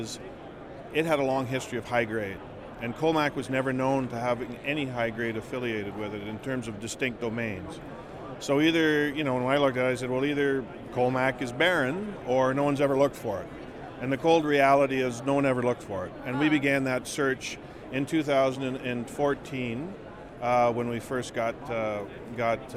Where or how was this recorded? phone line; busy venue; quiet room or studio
busy venue